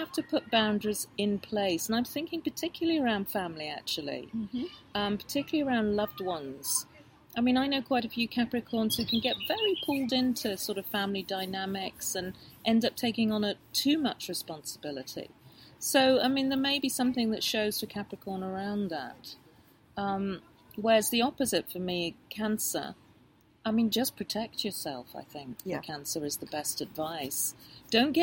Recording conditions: sounds in the background